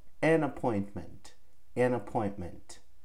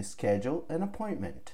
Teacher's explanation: Schedule an appointment. E aqui a gente vai juntar, ó, an e appointment. Como se nós estivéssemos juntando uma palavra só. An appointment.